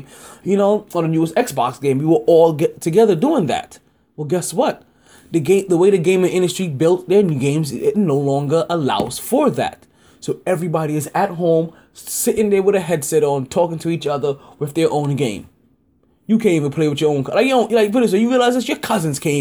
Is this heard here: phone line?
no